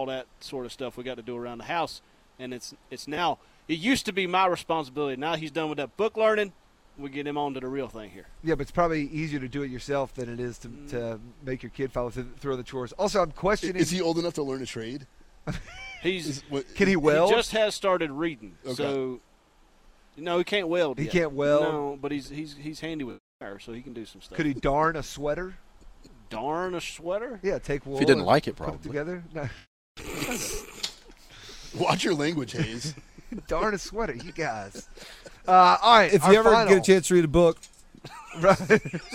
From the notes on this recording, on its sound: The guys are live from the Rex Hospital Open at Wakefield Plantation.